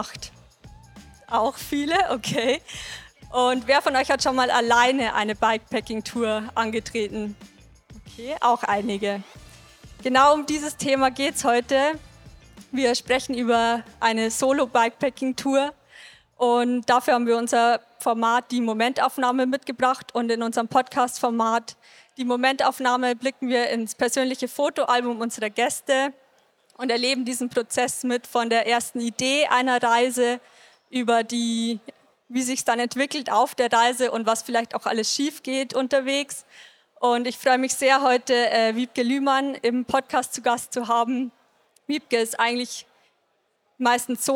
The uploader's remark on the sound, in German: Live Podcast auf der Eurobike 2023. Live auf der Bike Travel Stage der EUROBIKE 2023.